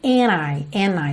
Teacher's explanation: esse D não foi pronunciado mesmo e a junção aconteceu pelo N. Lembra que isso é muito comum quando a penúltima letra da palavra é a letra N e a última letra é T ou D.